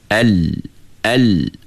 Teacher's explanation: Dia tengah-tengah, tahan sangat pun tidak, lepas sangat pun tidak. Maknanya bila kita sebut lam tu al, al, suara tu macam nak tertahan tapi tak tahan habis. Dan dia punya laluan suara itu pun lari ikut tepi lidah. · Term: sifat tawasud